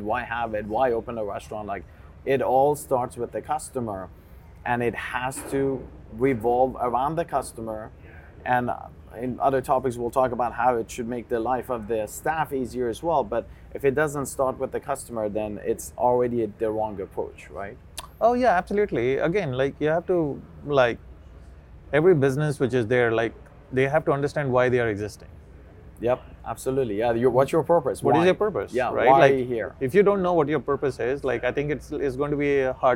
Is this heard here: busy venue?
yes